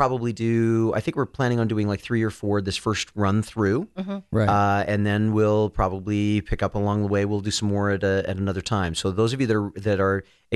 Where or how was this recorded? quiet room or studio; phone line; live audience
quiet room or studio